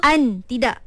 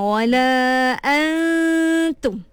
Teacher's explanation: Kita tak sebut secara jelas nun, betul tak? Kita terus masuk pada huruf ta. Tapi kita pinjam dia punya dengung. · Shown in: second take · Term: ikhfa